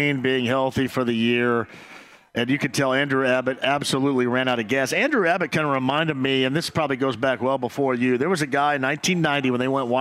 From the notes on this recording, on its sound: Full Show: Live From Mucky Duck On A Blue Friday!